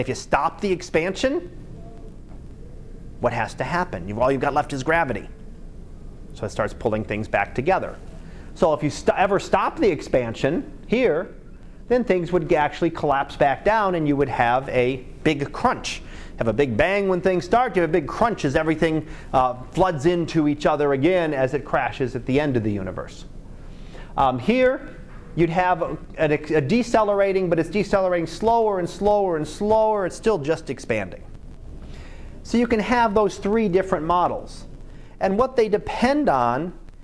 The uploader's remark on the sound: Live Class Lecture